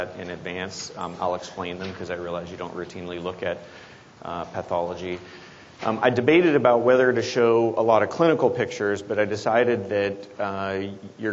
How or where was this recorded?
live audience